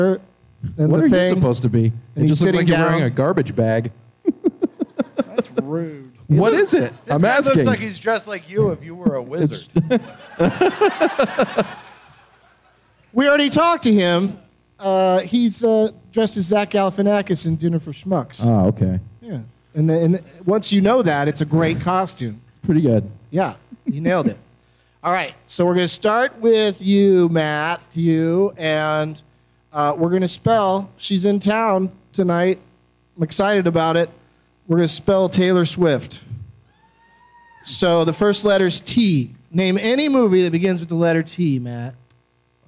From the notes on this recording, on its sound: Live from the Tampa Improv